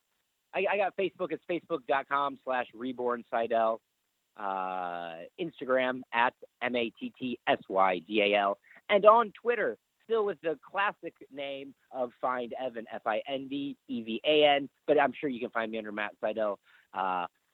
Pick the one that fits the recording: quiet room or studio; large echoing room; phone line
phone line